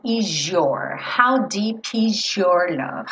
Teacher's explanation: é comum que esse S acabe ganhando um som de J.